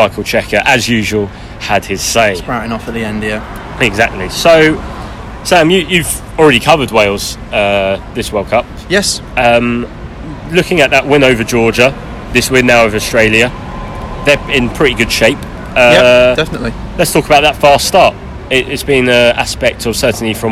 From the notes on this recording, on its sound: on the streets of Shinjuku